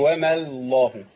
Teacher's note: انت رققتي اللام الاولى من لفظ الجلالة، من لام لفظ الجلالة، قلتي وما الله.